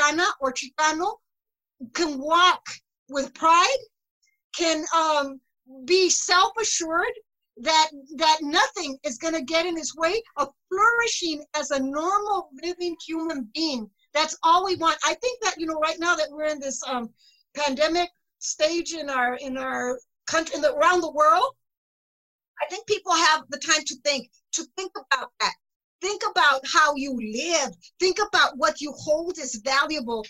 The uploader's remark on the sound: This special episode of The Reality Dysfunction was recorded April 23, 2020, in a Zoom/Facebook live webinar hosted by Mexicanos 2070